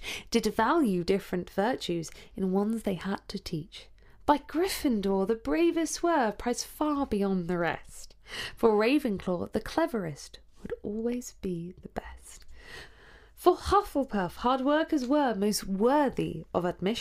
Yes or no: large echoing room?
no